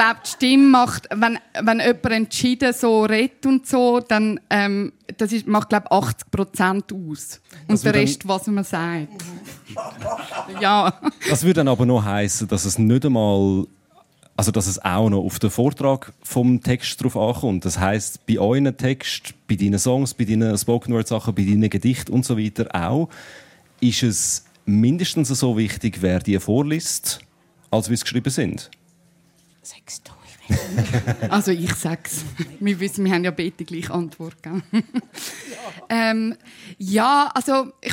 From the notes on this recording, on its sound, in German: Anlässlich der Solothurner Literaturtage. Live vor Publikum zum Gespräch.